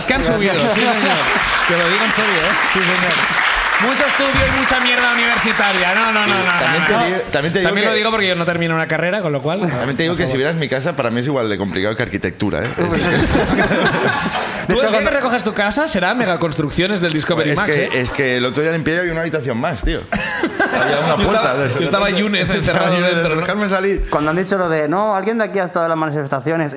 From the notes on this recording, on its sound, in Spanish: El público también comparte con nosotros su miseria